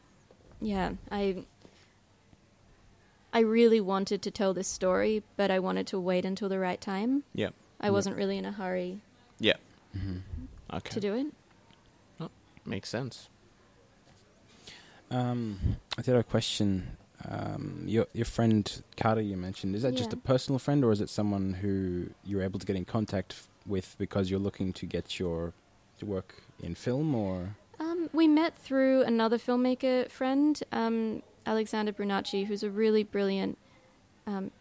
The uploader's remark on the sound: Recorded live at the Brunswick Street Bookstore.